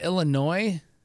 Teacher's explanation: you didn't say an S at the end